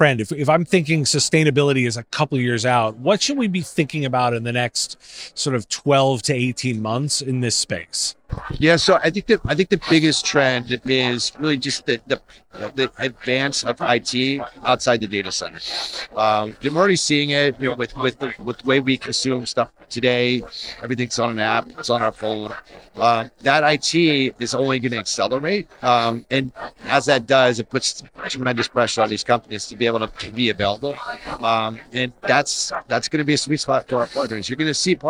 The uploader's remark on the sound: Recorded at IT Nation Connect 2023.